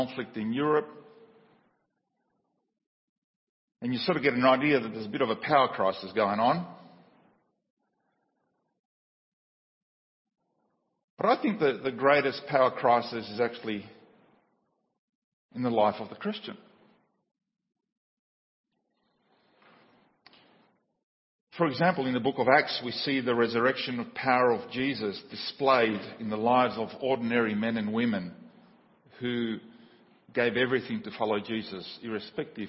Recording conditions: large echoing room